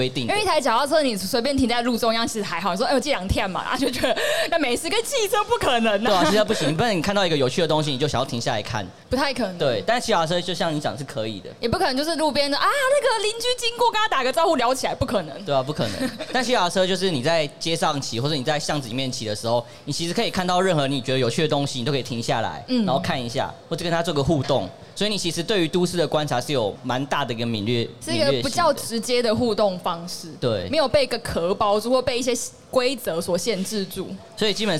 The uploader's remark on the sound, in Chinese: 2022 Taipei Cycle台北國際自行車展-Live Podcast